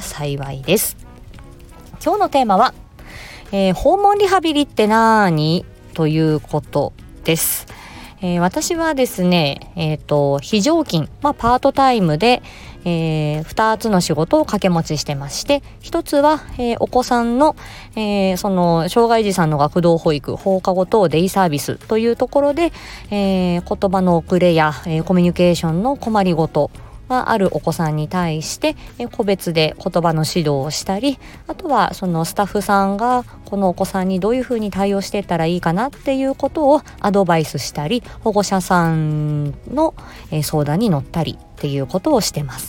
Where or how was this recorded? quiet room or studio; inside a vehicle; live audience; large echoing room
inside a vehicle